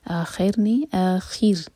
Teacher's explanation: رو باریک، رو پر سکون ہے، اس سے پہلے کسرہ، تو رو باریک پڑھا جائے گا، زبان کے صرف ٹپ یوز کریں گے